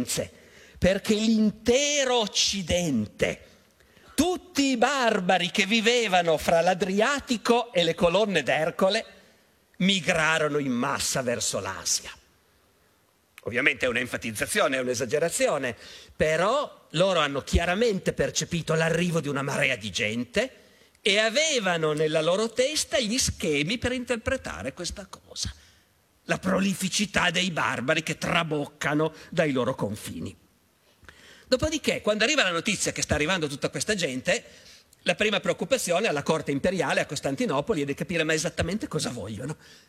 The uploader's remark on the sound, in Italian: Teatro Carignano. Tratto dall'evento organizzato dal Festival Internazionale dell'Economia.